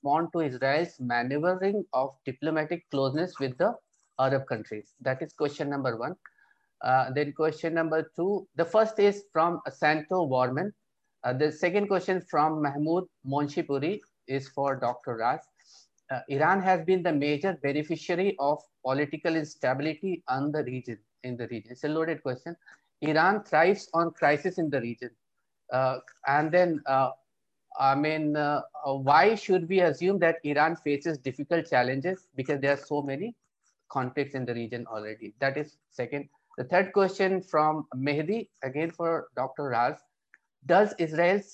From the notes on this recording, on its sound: This public talk was conducted online via Zoom.